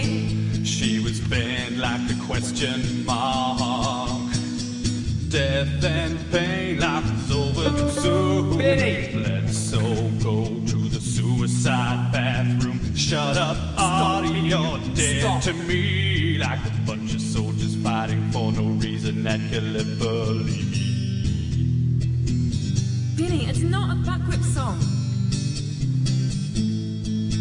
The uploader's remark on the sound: Live at the Gold Guitars. Under special commission from RNZ.